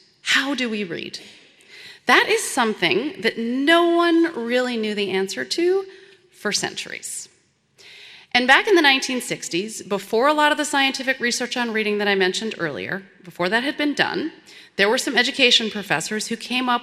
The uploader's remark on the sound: This program was recorded in front a live audience at Westminster Presbyterian Church in downtown Minneapolis.